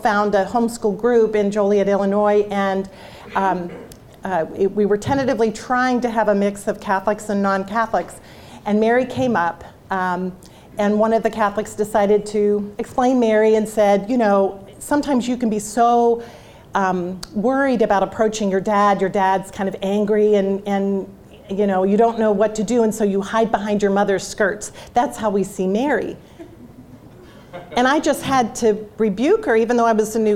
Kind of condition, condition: setting, live audience